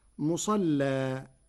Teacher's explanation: قرأ ورش كلمة مصلى بتغليظ اللام وصلا، أما إذا وقف فيجوز له التغليظ مع الفتح والترقيق مع التقليل، والفتح والتقليل لغتان من لغة العرب.